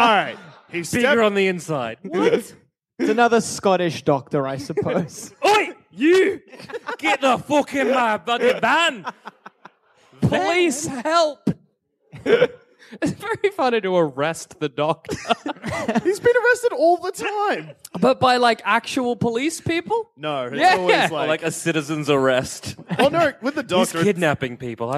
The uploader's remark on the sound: Recorded Live at Cardiff!